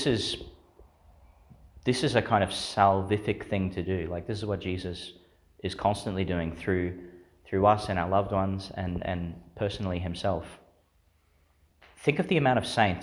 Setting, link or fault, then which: setting, large echoing room